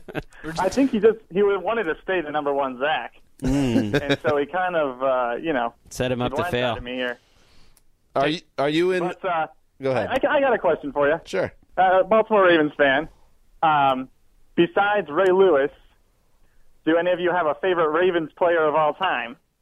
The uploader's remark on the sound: fields some phone calls from ATL Nation